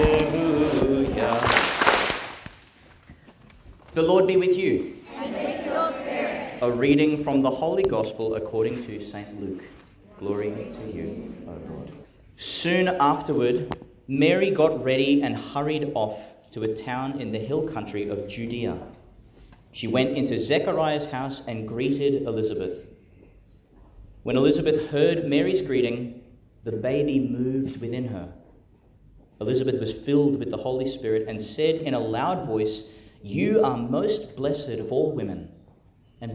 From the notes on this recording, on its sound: delivered at St John the Baptist Primary School, Gladstone, Qld.